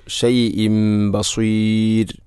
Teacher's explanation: ഷൈഇൻ എന്ന തൻവീന് ശേഷം ബ വന്നാൽ ഇഖ്ലാബ് എന്നതാണ്. തൻവീനിനെ മീമാക്കി മാറ്റുന്നു